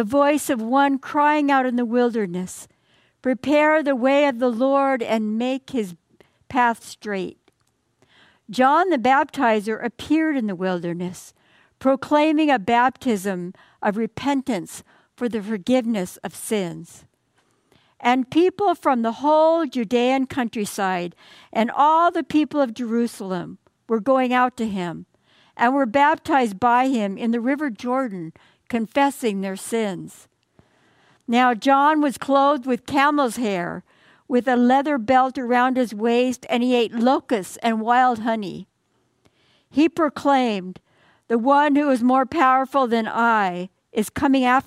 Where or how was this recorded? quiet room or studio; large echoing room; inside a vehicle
large echoing room